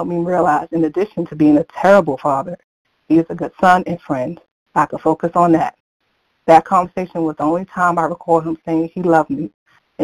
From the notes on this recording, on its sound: From the 100 Pounders Phone Meeting.